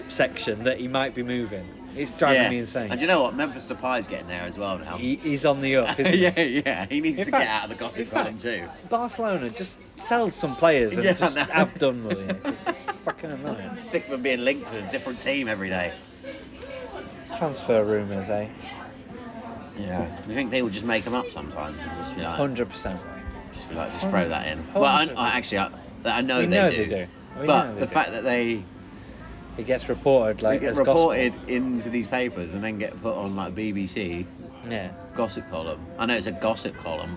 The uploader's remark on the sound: In the pub to record this weeks pod. There is a cracking joke, some singing and lots of footy chat.